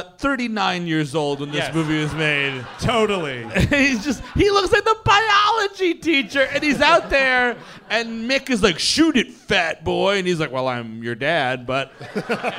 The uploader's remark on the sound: Live in Hollywood. Recorded during last year's fall tour, the gang kicked off the LA shows.